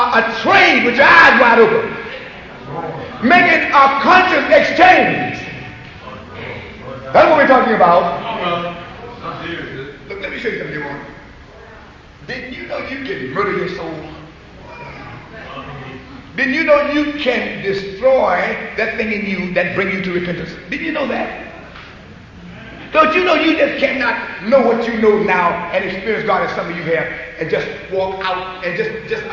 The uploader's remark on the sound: preached at the 1985 Springfield (OH) fellowship meeting